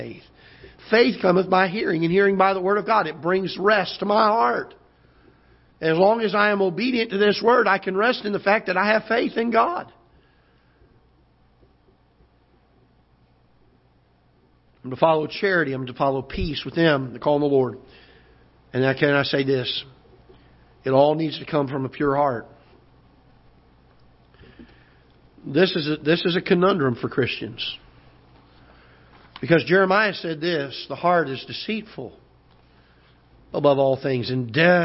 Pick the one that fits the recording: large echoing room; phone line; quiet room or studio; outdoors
large echoing room